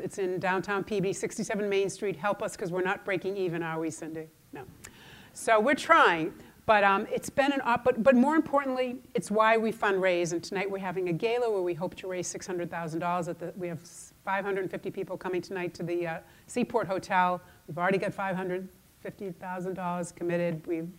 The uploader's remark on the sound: AAFCPAs' 2019 Nonprofit Seminar - Keynote Speaker